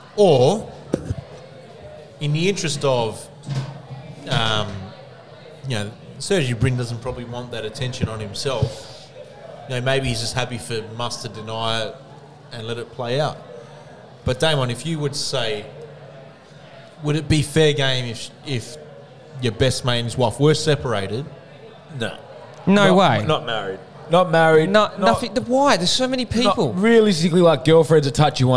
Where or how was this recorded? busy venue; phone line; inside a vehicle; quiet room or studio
busy venue